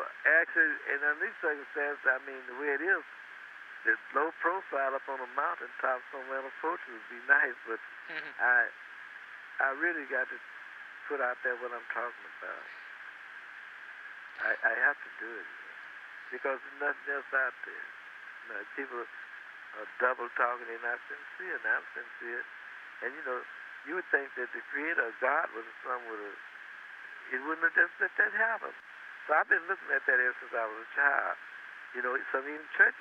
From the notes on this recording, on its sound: September 1985 phone call